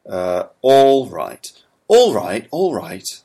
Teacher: And you can see the intonation pattern is like downward.